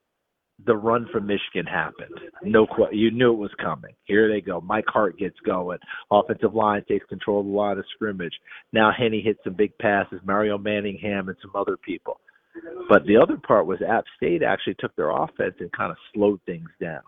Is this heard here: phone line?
yes